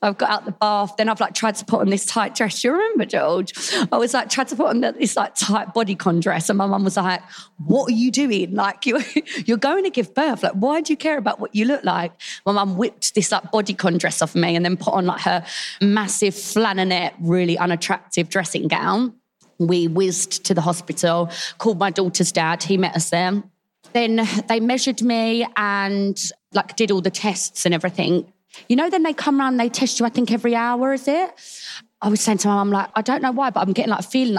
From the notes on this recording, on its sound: Recorded live at The Baby Show with Lidl GB.